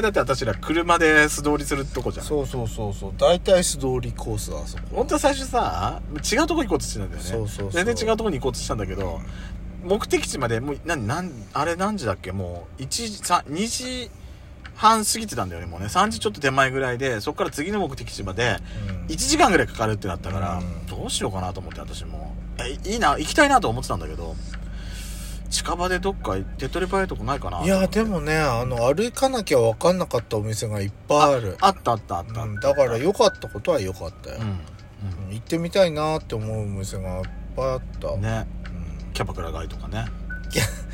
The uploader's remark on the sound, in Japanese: パーキング収録